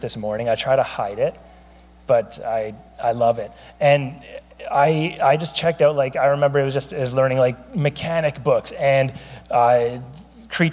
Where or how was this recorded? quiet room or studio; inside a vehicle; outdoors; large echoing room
large echoing room